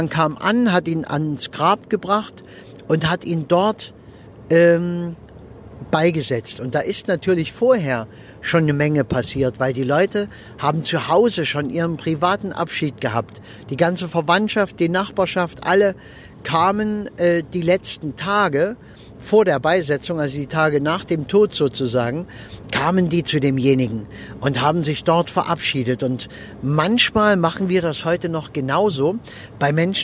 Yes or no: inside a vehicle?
yes